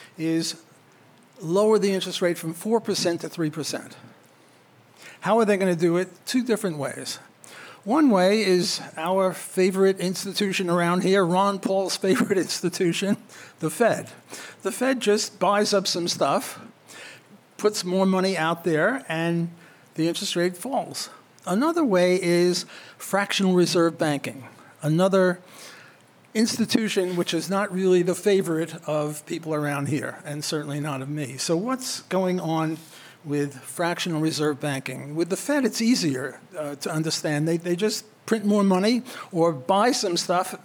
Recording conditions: live audience